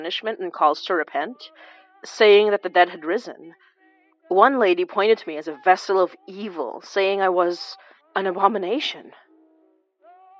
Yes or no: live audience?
no